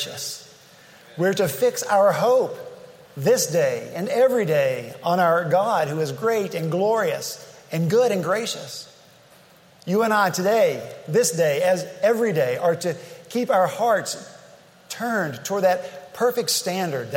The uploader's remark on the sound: At Redeemer Presbyterian Church in Charleston, SC